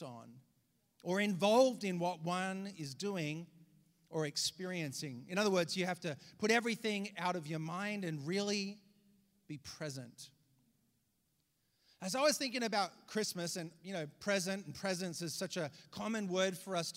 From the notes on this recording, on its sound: Preached this message on December 24th at our Downtown communiy.